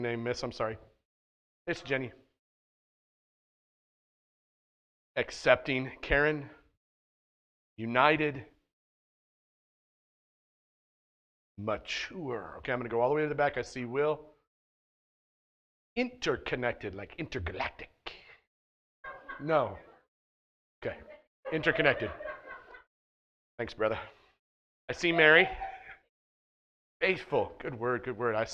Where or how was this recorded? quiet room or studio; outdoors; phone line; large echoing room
large echoing room